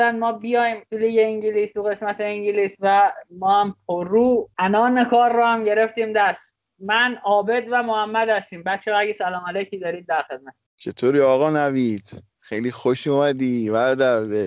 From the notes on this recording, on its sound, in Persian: ضبط اسکایپی جداگانه هر بخش از پادکست